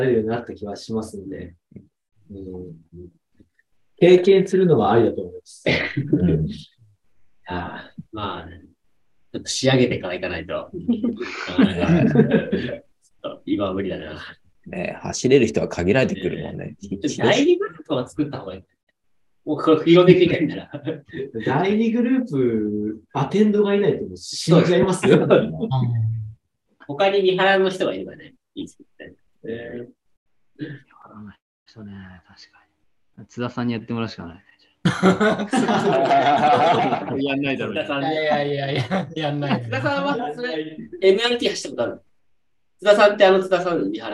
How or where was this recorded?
video call